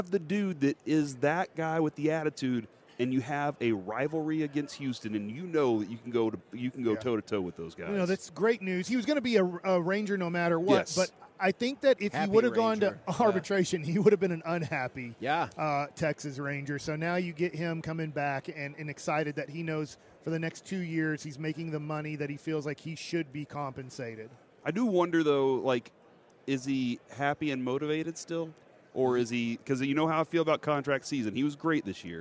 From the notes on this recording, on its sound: LIVE from Radio Row in Las Vegas!